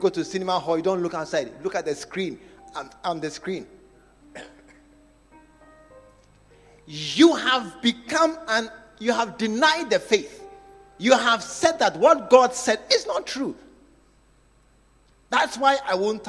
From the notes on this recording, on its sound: Preached at the True Vine Cathedral. Bantama.